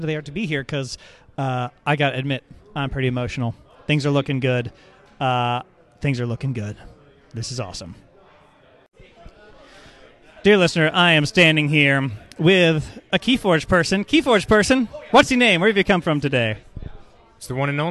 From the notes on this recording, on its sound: audio logs from day one of KeyForge Celebration 2022